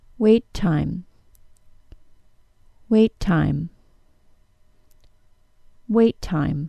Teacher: I held the stopped portion of the T sound for extra time. So my tongue went into the position of the T and blocked the air from leaving my mouth. · Term: linking